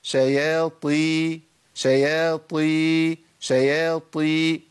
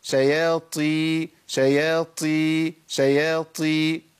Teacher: لما الاقي عندي بهمس في مخرج في الطاء المكسوره اعرف ان انا كده ابدلت مخرج على طول، ابدلت الطاء بتاء · Shown in: second take · وده ليه؟ لقرب المخرج.